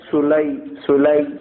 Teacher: या साकिन से पहले जबर आ रहा है तो यालीन होगा इसलिए इसको नरमी के साथ जल्दी अदा किया जाता है